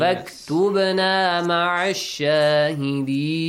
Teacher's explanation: because there is a long vowel, E sound, you can stretch it · Term: مد العارض لسكون